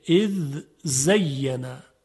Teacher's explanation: ذال ساکن در ز ادغام نمیشه. اذ زینا، اگر بگویم اذ زینا غلطه.